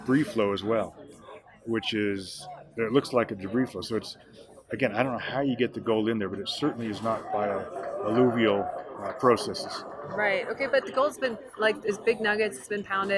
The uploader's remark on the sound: On location in Beaver Creek